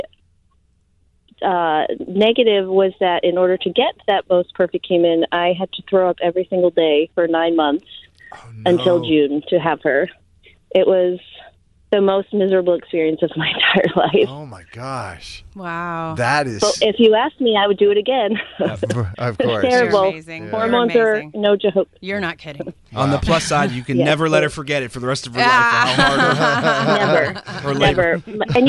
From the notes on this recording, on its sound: Listeners called